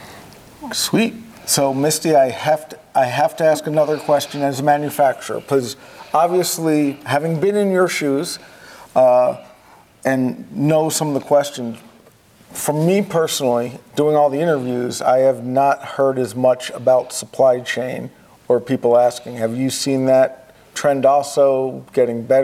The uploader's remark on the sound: Live From InfoComm 2022. We are live in Las Vegas for InfoComm 2022.